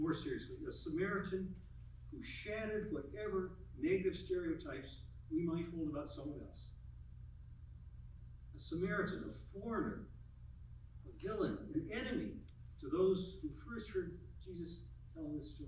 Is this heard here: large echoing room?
yes